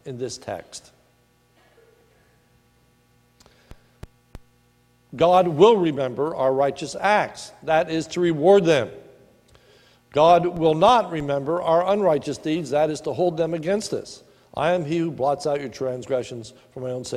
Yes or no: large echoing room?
yes